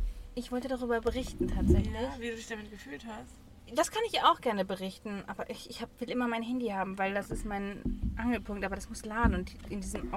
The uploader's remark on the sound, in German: Live aus dem Auto: Wir warten auf unser Essen